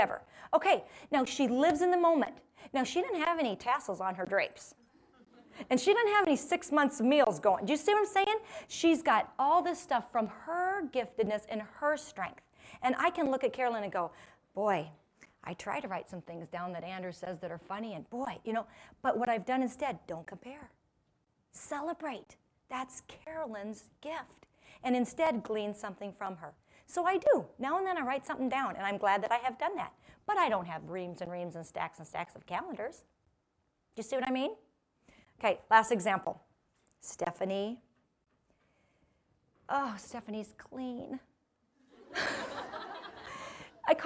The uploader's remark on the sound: This episode contains a portion of a talk given to a live audience.